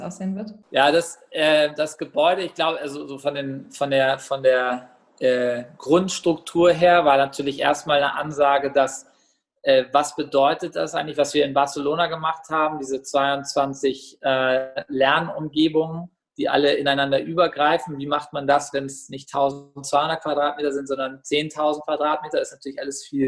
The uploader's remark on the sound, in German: Aufgenommen diesmal virtuell zwischen Berlin und Barcelona.